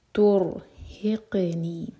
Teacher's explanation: را ساکن ہیوی اور ہا سینے سے